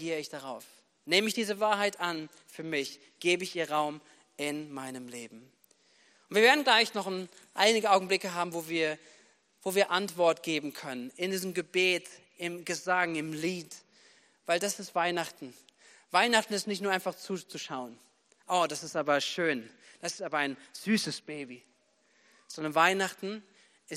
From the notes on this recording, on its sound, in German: Predigten am Heilig Abend aus der Missio Kirche. Gemeinde für Bad Kreuznach und Region.